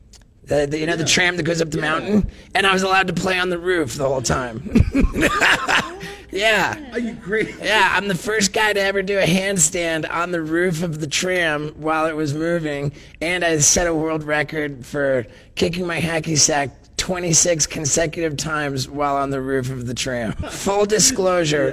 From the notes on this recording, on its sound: live from RoadRunner Food Bank